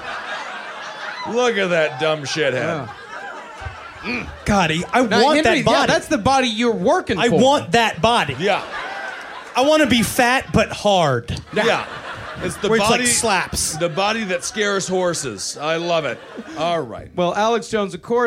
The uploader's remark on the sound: Live In Chicago. We're live from Chicago!